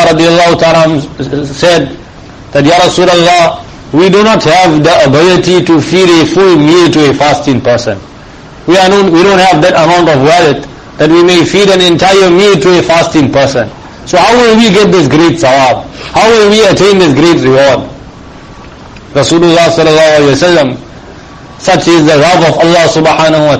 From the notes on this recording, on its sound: Jumuah lecture at May street Masjid.